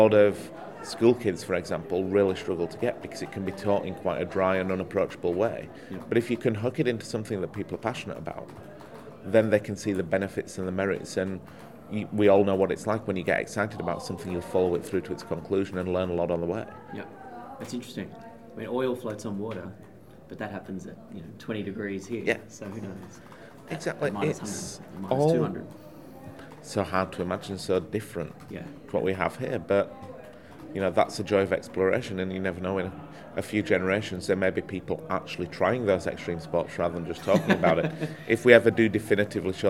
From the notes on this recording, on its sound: We caught up at the Australian Space Research Conference